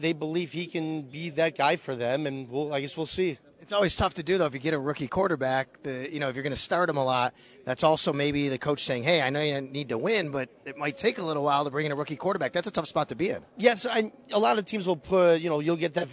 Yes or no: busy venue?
yes